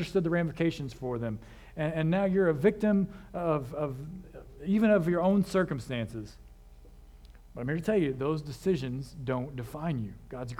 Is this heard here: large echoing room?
yes